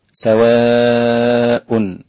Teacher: فواجب أن تمد هذا المد فوق الطبيعي 2 زيادة، فالطبيعي 2 والزيادة 2، فيصير المجموع 4 حركات. 4 حركات هكذا بمقدار غلق الإصبع أو فتحه.